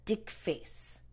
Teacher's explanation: in the Korean language, the TH sound does not exist. So they replace the TH sound usually with like a D sound. · Term: Korean accent